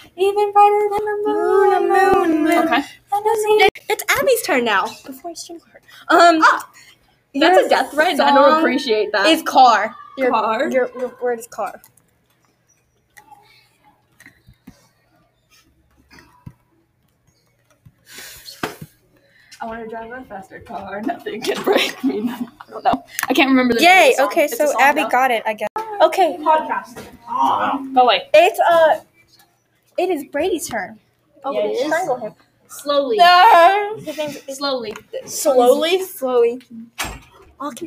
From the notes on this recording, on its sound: I apologize for the background noise and bad audio.